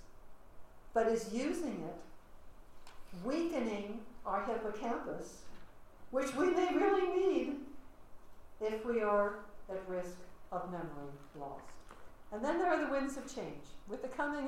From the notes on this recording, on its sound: Audio recording of a lecture. As part of the Graduate Institute Summer Lecture Series.